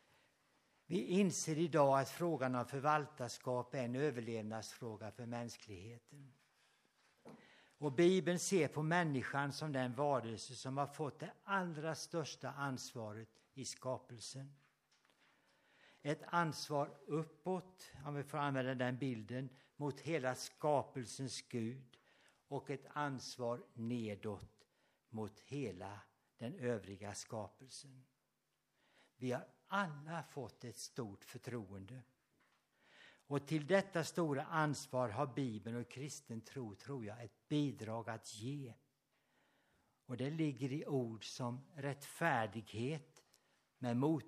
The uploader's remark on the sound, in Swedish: Inspelad under gudstjänst på Löfstadkyrkans sommarhem Furuvik i Tranås 2023-08-06